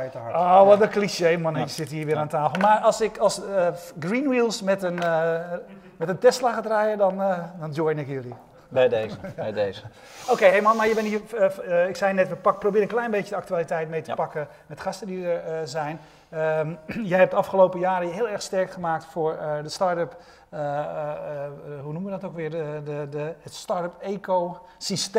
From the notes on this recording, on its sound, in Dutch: een uitzending met publiek!